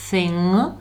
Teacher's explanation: věc je jenom thing, končí zadním ng a to k už tam není.